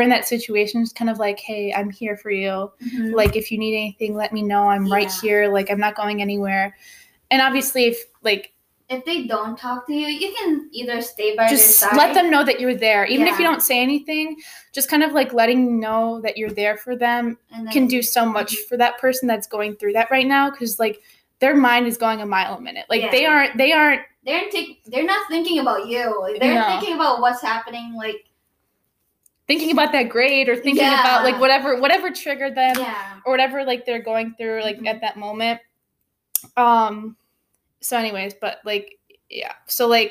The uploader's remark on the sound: I apologize for the poor microphone quality.